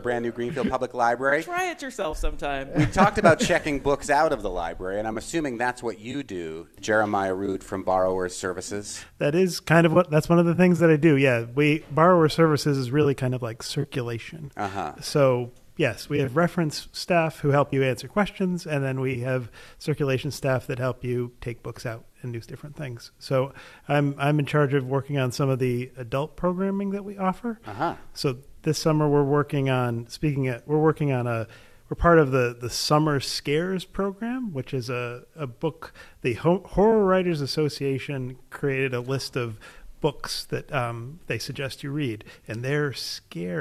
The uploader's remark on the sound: We broadcast live from the brand new library in Greenfield. LIVE from Greenfield Library. We head to Franklin County to share our celebrations with a whole building as we broadcast live from the brand new library in Greenfield .